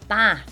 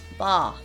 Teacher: For example, you becomes ye, and we say bath instead of the English way of saying it with a long ah sound · Shown in: second take